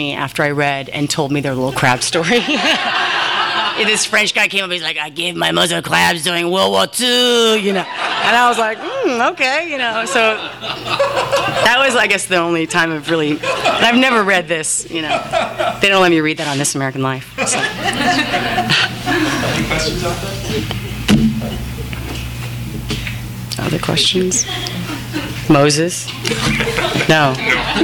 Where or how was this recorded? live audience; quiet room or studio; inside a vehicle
live audience